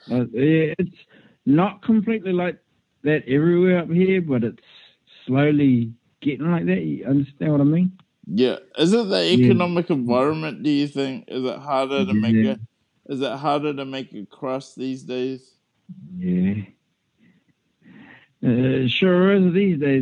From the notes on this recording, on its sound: I catch up with my best friend via phone